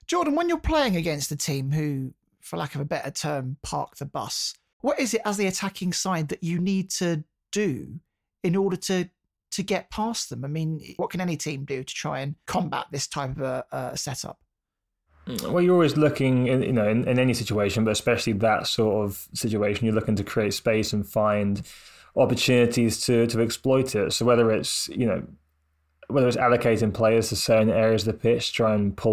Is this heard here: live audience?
no